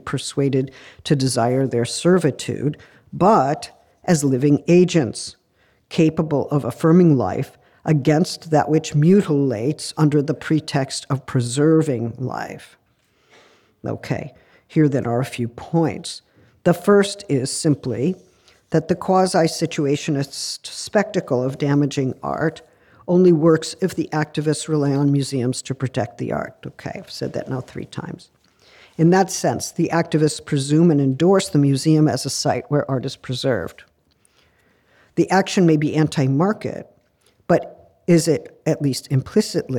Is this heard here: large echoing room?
yes